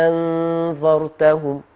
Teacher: يبقى الأولانية هتبدل بألف مع الإشباع عشان وراها ساكن اللي هو النون · Term: الإبدال